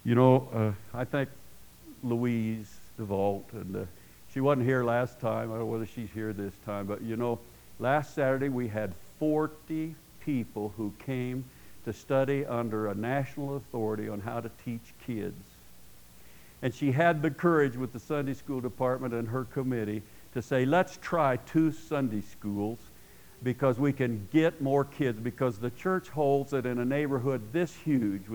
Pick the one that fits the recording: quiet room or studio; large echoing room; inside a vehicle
large echoing room